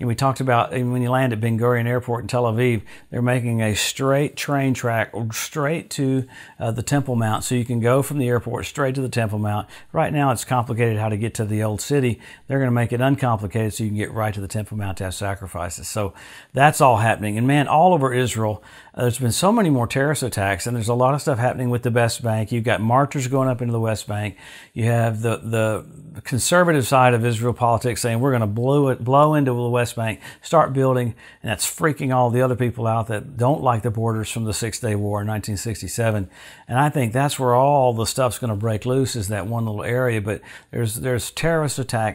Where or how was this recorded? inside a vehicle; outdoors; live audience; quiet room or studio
quiet room or studio